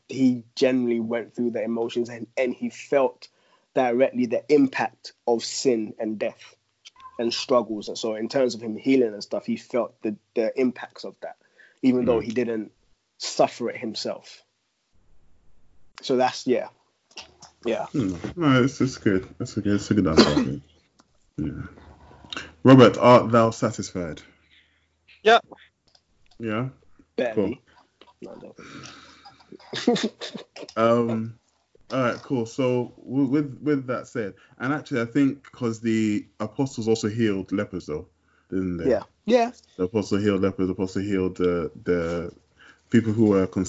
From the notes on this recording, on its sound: The Furnace burns bright from our individual homes via Skype. We also maintained social distancing and came together only virtually to bring you another fund conversation.